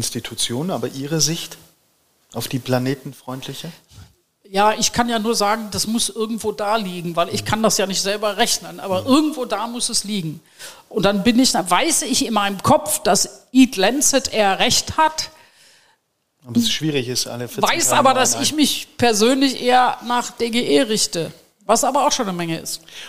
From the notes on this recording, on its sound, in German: Den wir live beim Food Innovation Camp vor Publikum aufgezeichnet haben.